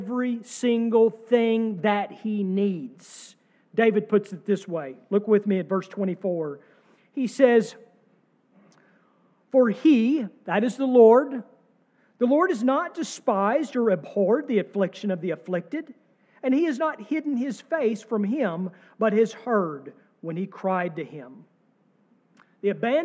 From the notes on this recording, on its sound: sermon from our service on Easter Sunday, April 9, 2023